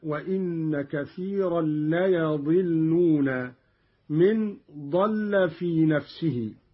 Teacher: قرأ قالون بفتح الياء هكذا